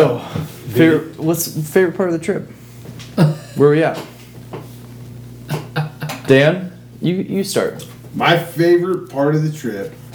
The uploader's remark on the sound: Here’s a sit down from the Elk Mountain Cabins over a bottle of Bourbon. Bare with us as I did not have enough microphones to individually mic each person and we were in a kitchen. Everything that should be audible is, and some things that shouldn’t.